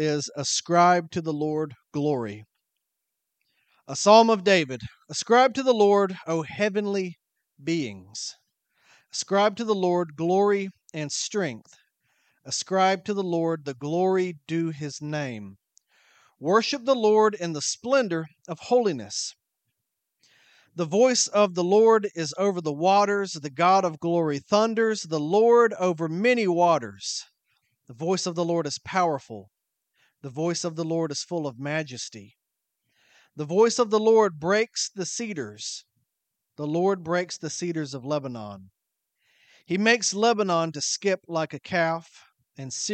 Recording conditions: large echoing room